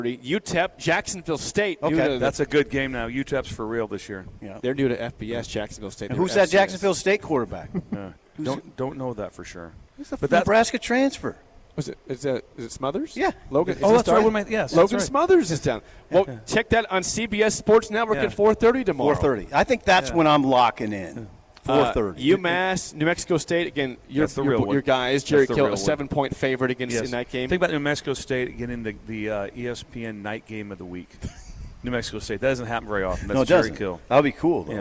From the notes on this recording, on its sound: LIVE REMOTE! We’re out at the Nebraska Army National Guard today.